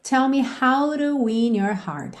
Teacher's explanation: E aqui a gente tem esse rararã no T da preposição to. Então, ao invés de termos tell me how to win your heart, soa tell me how to win your heart.